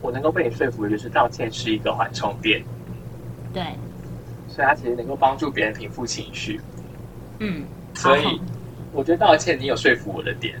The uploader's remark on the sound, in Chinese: 首次嘗試遠距離錄音，音質比我們想像中的慘烈。